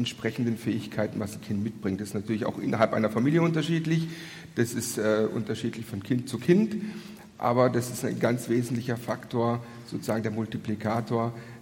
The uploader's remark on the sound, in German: Podiumsdiskussion beim Kongress Freude am Glauben 2014.